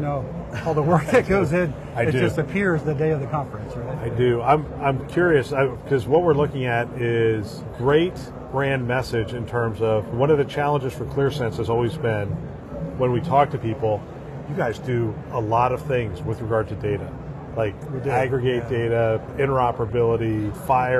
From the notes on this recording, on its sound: an Interview in Action live from ViVe 2023